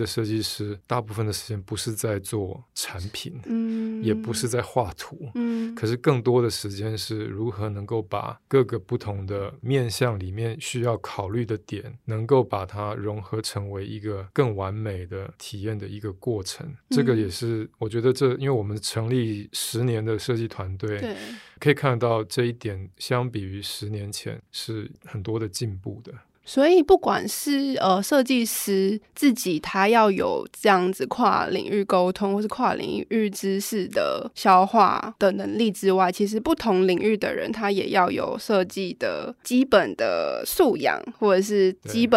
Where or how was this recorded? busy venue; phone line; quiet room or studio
quiet room or studio